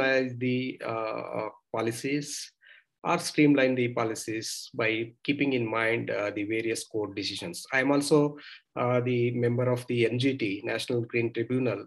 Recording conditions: video call